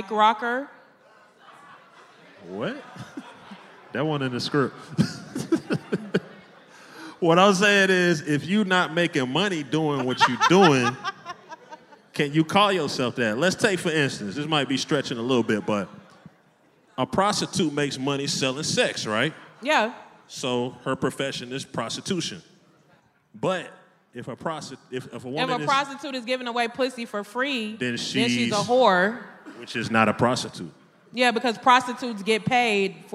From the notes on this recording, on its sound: the posse warms the crowd up